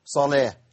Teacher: اولا الالف اللي عليه راس صاد ده وانا بوصل الكلمه بالكلمه وهو جه في النص كانه مش موجود معايا، ده اسمه الف الوصل او همزه الوصل، انت محتاجها لما ابدا بس، لكن عند الوصل تسقط خلاص كده. طيب واللام دي لام شمسيه مدغمه